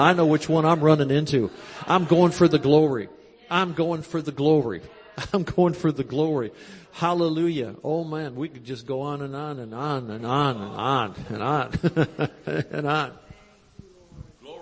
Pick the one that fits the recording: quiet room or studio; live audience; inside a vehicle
live audience